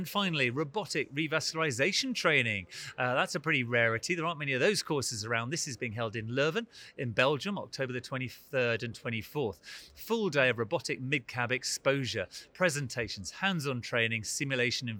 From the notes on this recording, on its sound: recorded at the 2023 EACTS Annual Meeting